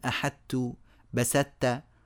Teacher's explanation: كانوا يدخلون الطاء في التاء فتزول بالكلية وتتحول إلى تاء خالصة